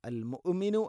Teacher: ഹംസയുടെ ഉച്ചാരണം കൃത്യമാക്കണം. തൊണ്ടയുടെ താഴെ ഭാഗമാണ്. എന്നാൽ ഖൽഖല വരാൻ പാടില്ല. അൽ മുഅ്മിനു അല്ല, അൽ മുഅ്മിനു.